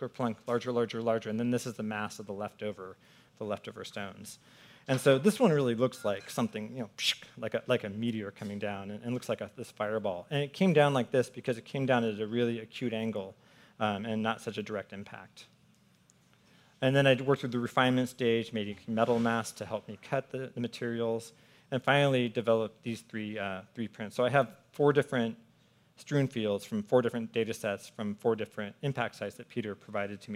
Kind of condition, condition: setting, busy venue